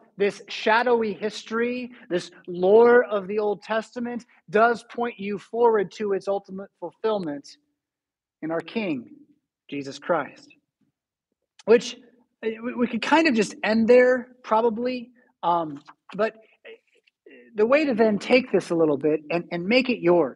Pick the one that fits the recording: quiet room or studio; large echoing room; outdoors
large echoing room